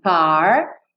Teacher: a party, você enrola a língua no R